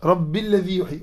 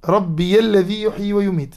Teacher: وروى الأئمة الباقون قراءته بتحريك ياء الإضافة فيها بحركة الفتح · Shown in: second take